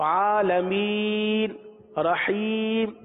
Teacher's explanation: وقف میں ایک بات کا خیال رکھیے کہ اب جیسے یہ مد عارض ہے نا تو کم از کم تین الف تک کھینچ کر پڑھیں